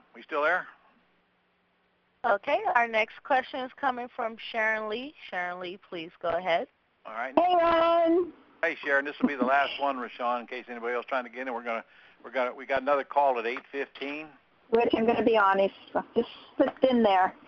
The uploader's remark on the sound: 11-10-2014 Q&A Call